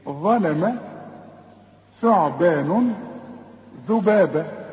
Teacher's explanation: ظ ظلم الظ، ثعبان الثاء بطلع فيها لساني، ذبابة برضو بطلع فيها لساني. هي دي حروف القرآن اللي بنطلع فيها لساني